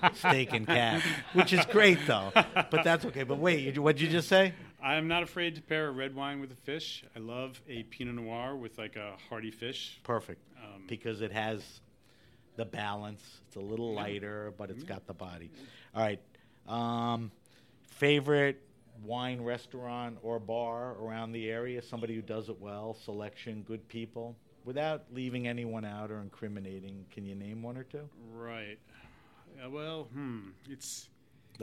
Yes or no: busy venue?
yes